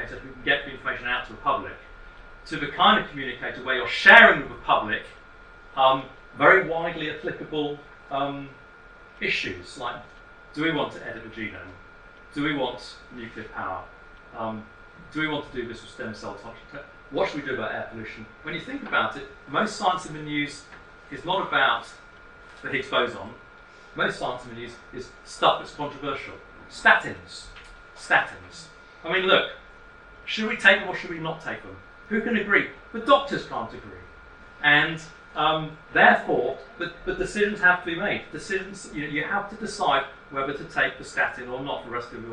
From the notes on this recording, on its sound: Speaks at the SRHE Postgraduate Issues Network Seminar - Transferable Skills: Realising Potential Through Translation To Other Contexts.